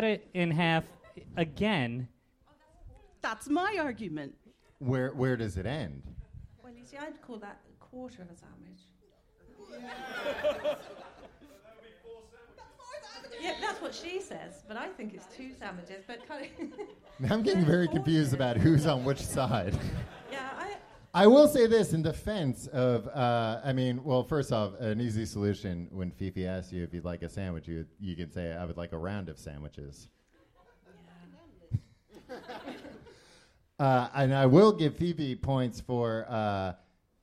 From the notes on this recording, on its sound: Live in London 2018. This was our live show. At Kings Place in London. Since this was live on a stage it was much more visual than our show normally is.